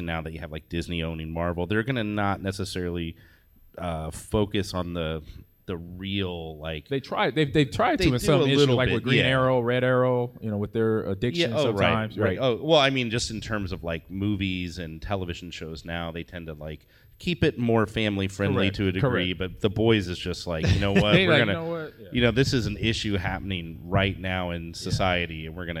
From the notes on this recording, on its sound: Live from the Fan Expo in Chicago